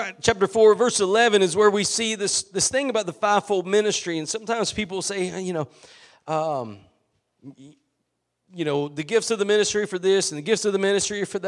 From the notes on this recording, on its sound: Preached at Gospel Lighthouse in Bossier City, La.